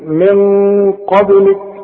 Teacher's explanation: شوف من قبلك، القاف مفخمة، هنفخم الغنة من اجل القاف دي، والغنة هتخرج من الخيشوم من المناخير كده، هنقول من قبلك خلاص. · Term: الغنة هنا مفخمة